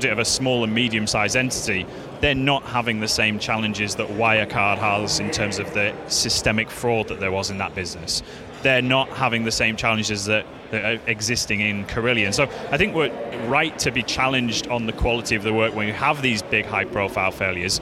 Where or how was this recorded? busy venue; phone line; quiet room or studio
busy venue